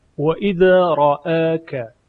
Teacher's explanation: در آیه 36 از سوره مبارکه انبیاء، و اذا رآك، در اینجا حرف را مفتوح و همزه مفتوح و پس از اون الف را ا ک، میبینیم که در این کلمه اماله صورت میگیره، اما به نحو تقلیل، یعنی اماله صغرا و بین بین